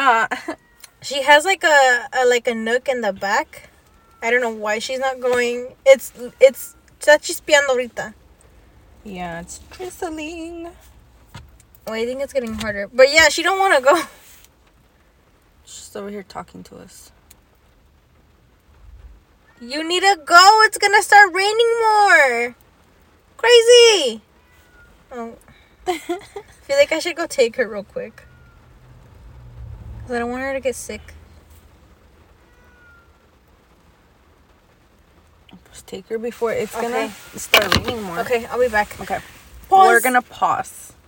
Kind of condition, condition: fault, background noise